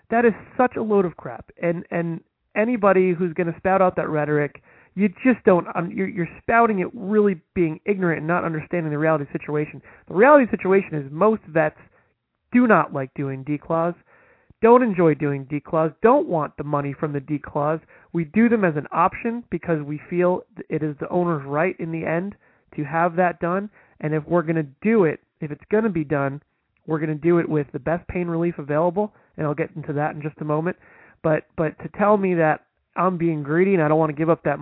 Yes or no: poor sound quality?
no